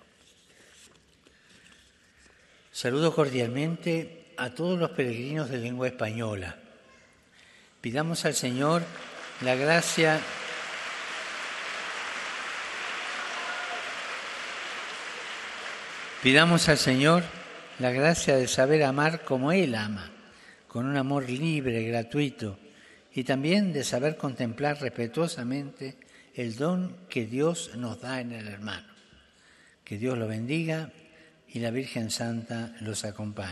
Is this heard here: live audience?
yes